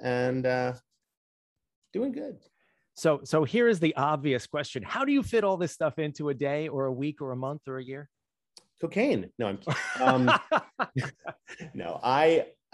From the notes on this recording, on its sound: We sat down (virtually).